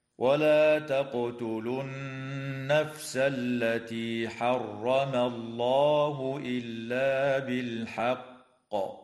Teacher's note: تقلقل القاف في كلمة تقتلوا، وتغن النون المشددة في كلمة النفس، وتفخم اللام في اسم الله لوقوعها بعد فتحة، ويجوز الوقف على كلمة بالحق من قبيل الوقف الكافي، وتقلقل القاف فيها حال الوقف مع تشديدها، هكذا: ولا تقتلوا النفس التي حرم الله إلا بالحق.